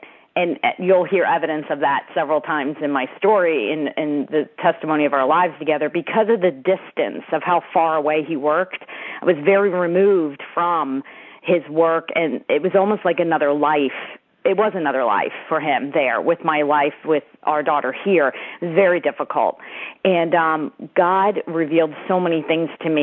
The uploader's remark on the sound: CONFERENCE CALL